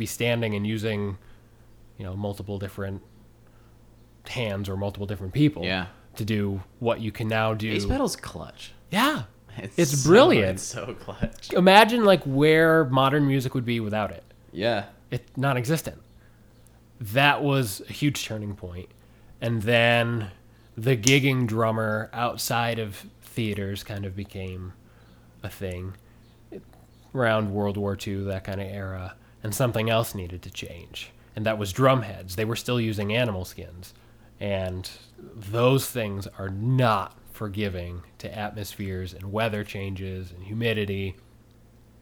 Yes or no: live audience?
no